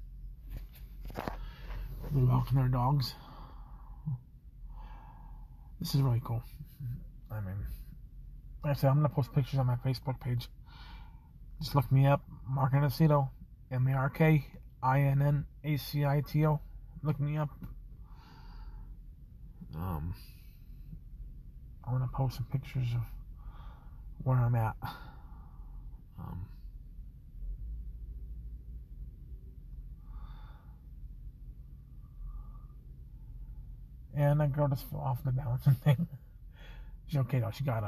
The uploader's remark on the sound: Recording at Parfet Park in Golden, Colorado. Recorded in my car.